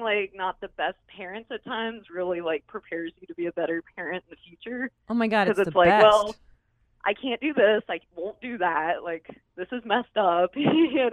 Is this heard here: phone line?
yes